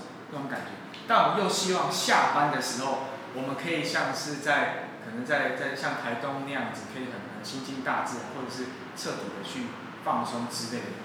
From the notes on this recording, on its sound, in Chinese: 錄音以及內容問題前面幾集還在試錄跟摸索，請大家多多見諒喔